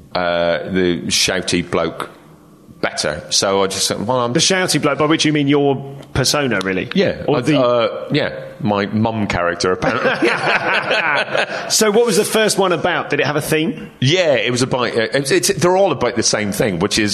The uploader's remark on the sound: Live at Objectively Funny Festival